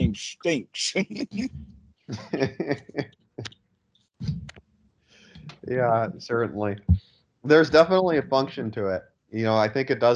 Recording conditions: video call